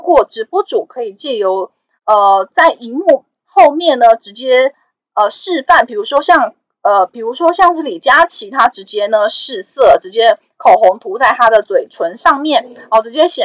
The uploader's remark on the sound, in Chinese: 本集有些許雜音，已亟力避免，如有察覺請多多包涵。